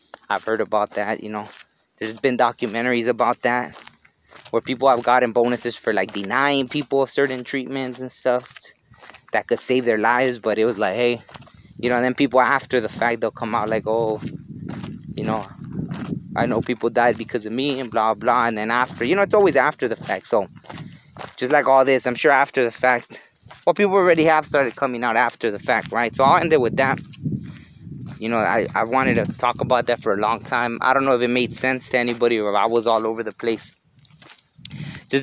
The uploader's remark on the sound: was recorded while on a hike.